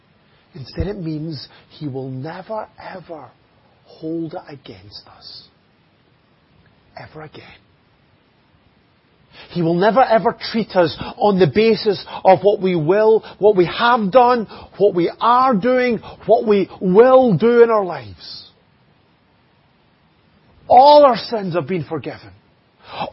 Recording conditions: large echoing room